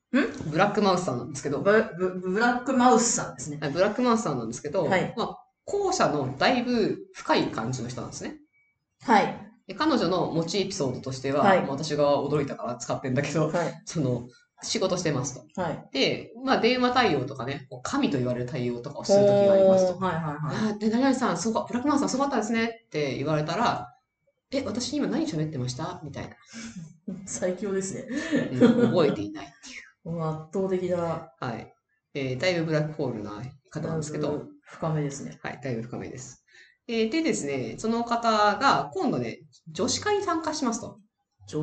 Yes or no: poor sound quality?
yes